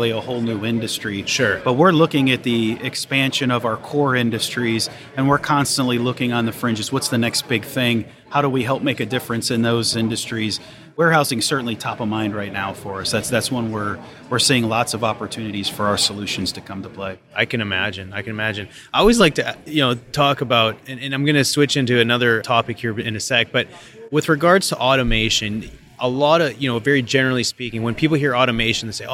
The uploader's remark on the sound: at the Rockwell Automation fair in Houston Texas